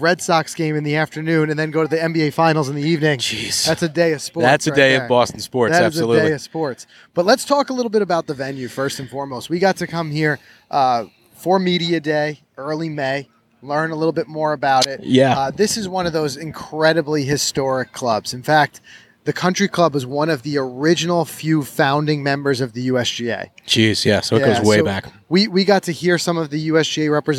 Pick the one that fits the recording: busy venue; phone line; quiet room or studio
busy venue